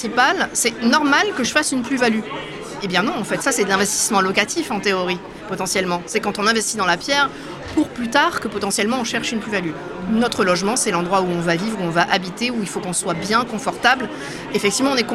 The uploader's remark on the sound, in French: Ce podcast a été enregistré lors d'Immo, le congrès de la FNAIM à Paris les 4 et 5 décembre 2023.